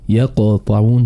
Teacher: فالقاف مثلا في قوله يقطعون مثلا في سورة التوبة في وسط الكلمة يقطعون تقلقل هكذا